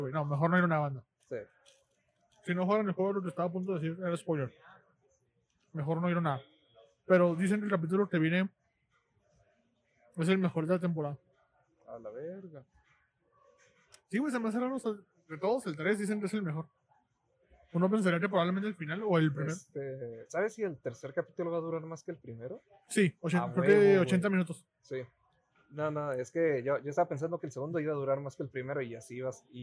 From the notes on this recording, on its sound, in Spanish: Todo desde un Carl’s Jr. Tuvimos problemas con el audio, una disculpa.